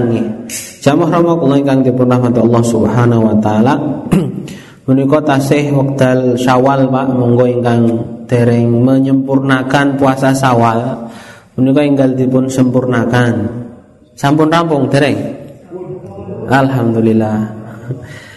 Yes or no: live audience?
yes